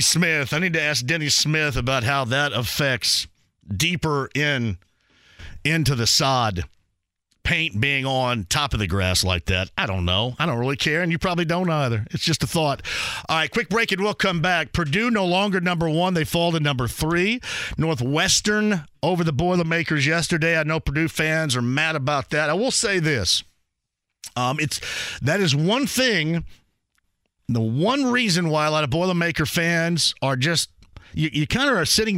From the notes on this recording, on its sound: opens the phone lines to take some calls from listeners